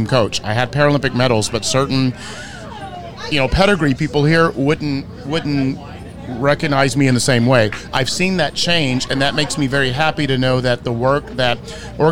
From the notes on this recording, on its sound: Live from Head of the Charles Regatta.